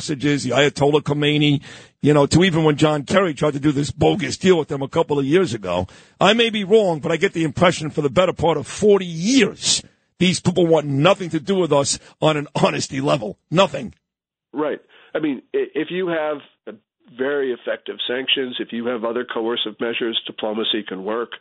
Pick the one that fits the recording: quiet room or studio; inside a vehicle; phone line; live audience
phone line